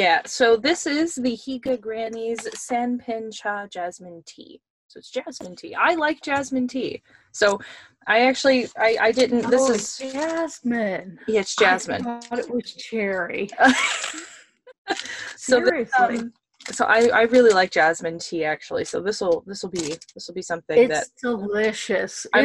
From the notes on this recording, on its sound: produced via Zoom conference call